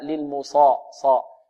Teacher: بدون ضم الشفتين، لا يعمل شفتيه في الصاد. صحيح الميم في الميم مضمومة، نضم شفتين نقول المو المو، لكن الصاد مفتوحة، المصا.